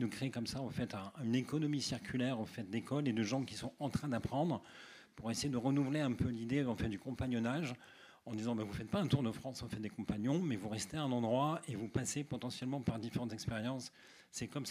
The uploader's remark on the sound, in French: Extra-Muros Live. Un épisode hors-série enregistré lors de l’inauguration du nouvel immeuble de Newton Offices Saint-Charles à Marseille. Ce n’est pas 1 mais 3 invités.